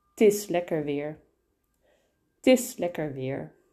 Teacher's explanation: Het is, in this case, are also glued together and the het is reduced to a T sound. Tis lekker weer.